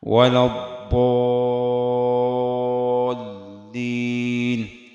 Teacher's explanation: الألف مفخمة كون الضاد مفخمة